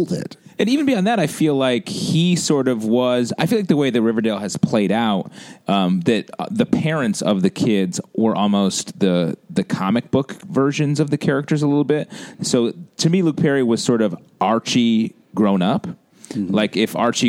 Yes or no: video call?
no